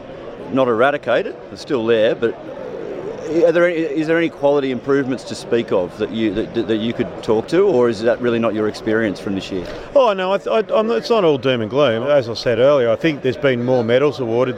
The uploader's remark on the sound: Report from Independent Brewers Association Conference in Adelaide. Report from Independent Brewers Association Conference in Adelaide.